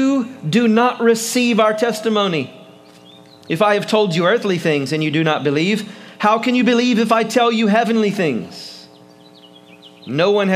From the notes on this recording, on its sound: preaches for Easter on the Covington Square